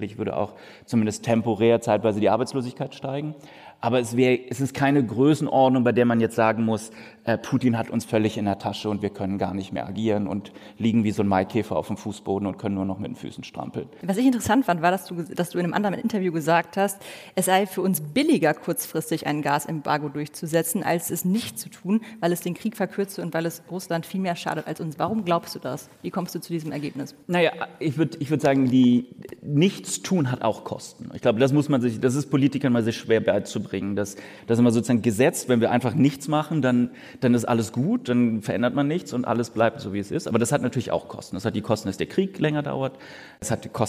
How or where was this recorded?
live audience